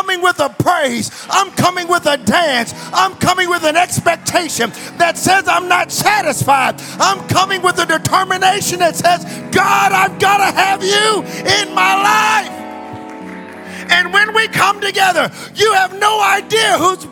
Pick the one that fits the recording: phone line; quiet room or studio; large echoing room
large echoing room